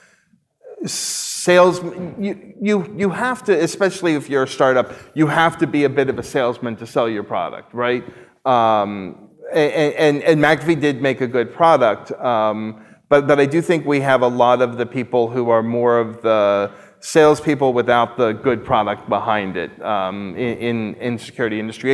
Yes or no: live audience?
yes